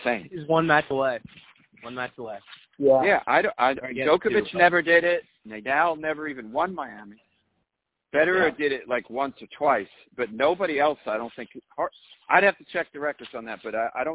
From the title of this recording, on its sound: Phone Chats